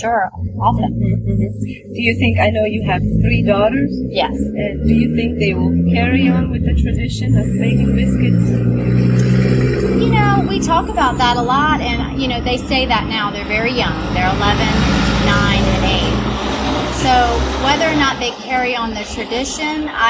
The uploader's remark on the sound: Interview recorded on the noisy street of Charleston, South Carolina.